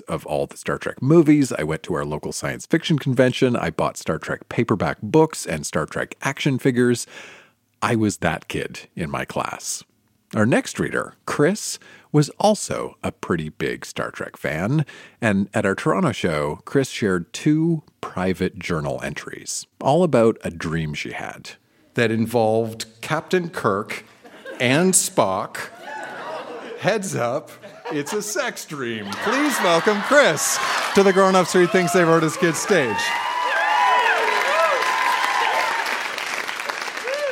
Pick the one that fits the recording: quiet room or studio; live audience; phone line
live audience